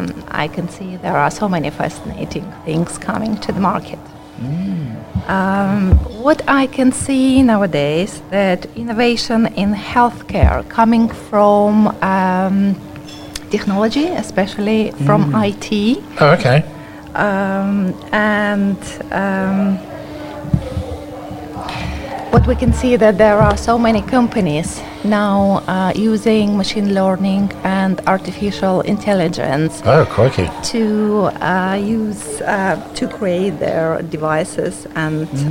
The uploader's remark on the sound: This week we are on the road bringing you a live broadcast from Donnington Valley Hotel